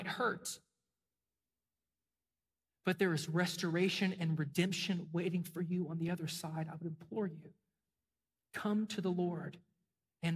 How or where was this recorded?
large echoing room